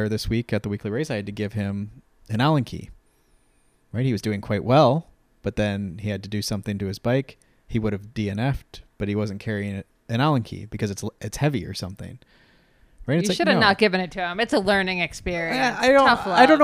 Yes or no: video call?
no